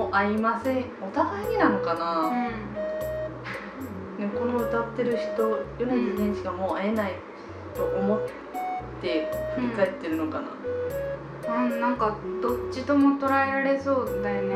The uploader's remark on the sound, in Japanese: 録音環境劣悪のため超絶ローファイでお送りします。